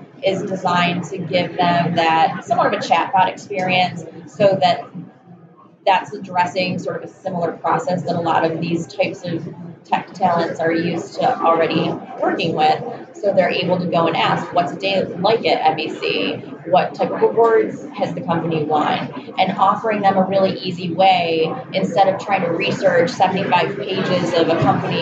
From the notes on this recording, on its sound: Recorded live at IBM's Think Conference in Las Vegas, a massive event that brings together over 30K IBM customers, partners, and employees.